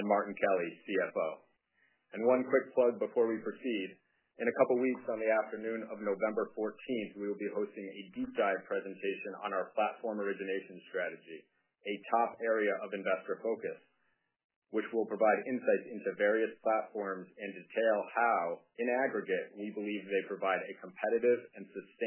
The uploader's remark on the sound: 3Q’23 Apollo Global Management, Inc. Earnings Conference Call.